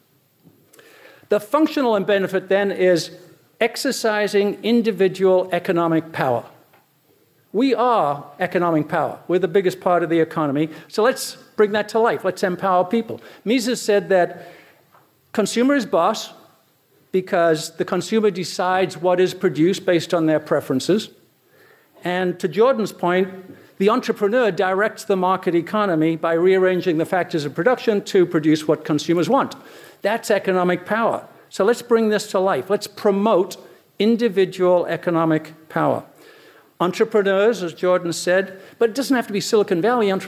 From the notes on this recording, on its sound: Recorded at the Mises Circle in Phoenix, Arizona, on 7 November 2015.